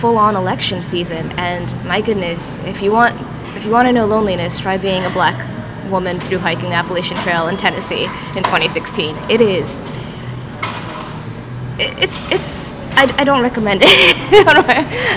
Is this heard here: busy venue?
yes